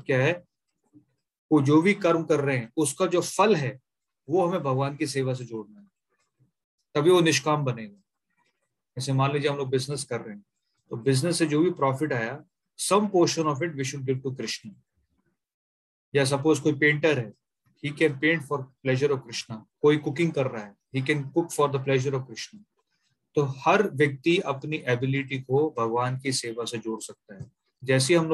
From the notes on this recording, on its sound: Zoom recorded class